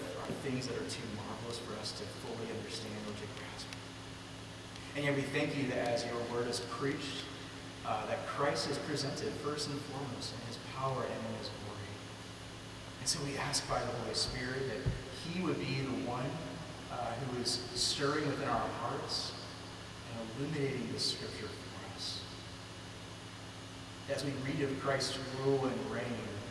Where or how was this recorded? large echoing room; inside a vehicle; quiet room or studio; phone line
large echoing room